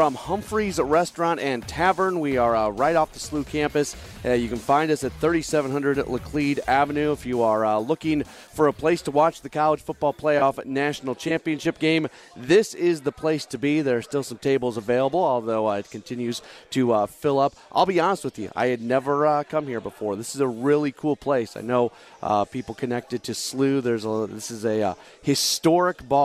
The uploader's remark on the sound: Live from Humphrey’s in Midtown following the Billikens Basketball Coaches Show.